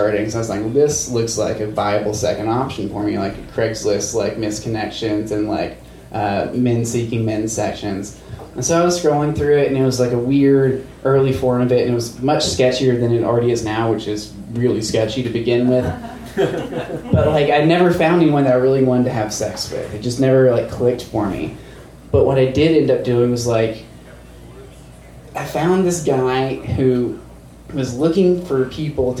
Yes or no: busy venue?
yes